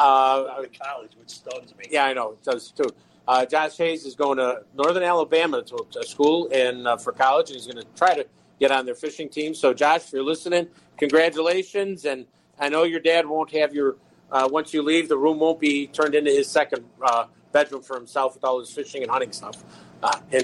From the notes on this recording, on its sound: live from Paul's Pizza and Hot Dogs